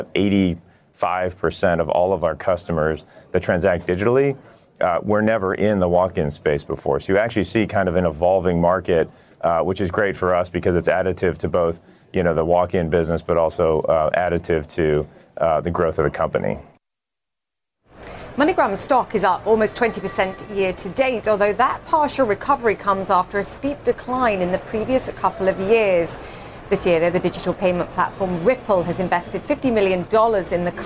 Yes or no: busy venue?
yes